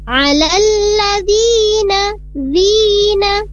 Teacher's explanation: di dal berharokat kasroh kemudian bertemu dengan ya sukun, maka panjangnya dua harokat.